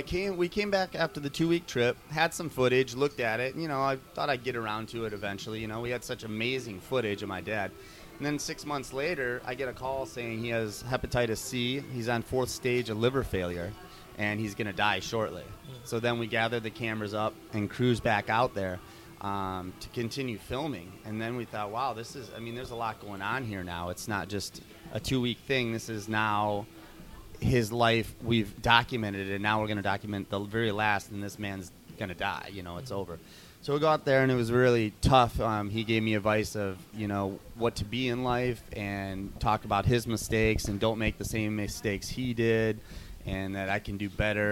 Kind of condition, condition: setting, busy venue